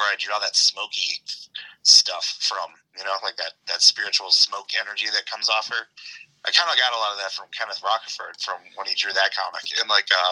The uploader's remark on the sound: Record via phone between Grand Rapids, Michigan and Chicago